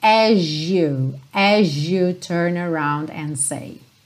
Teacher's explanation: Olha que interessante, esse as you, você pode juntar como as you, mas é muito comum isso soar as you, ou seja, esse S acaba ganhando um som de J, e aí você tem as you turn around and say.